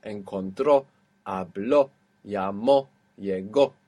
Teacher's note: We're ending in a vowel and we have the accent on the end. So all of these in that point in the past are going to have that accent.